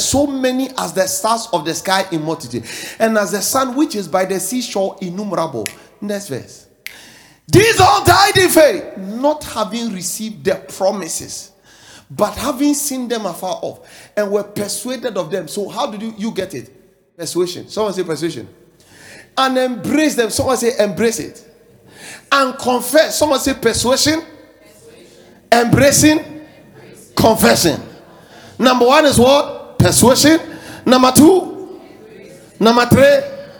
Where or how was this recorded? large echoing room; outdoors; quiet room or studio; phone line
large echoing room